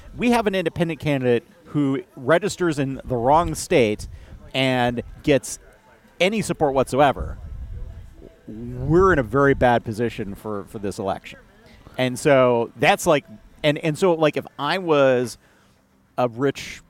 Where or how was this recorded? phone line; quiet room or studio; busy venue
busy venue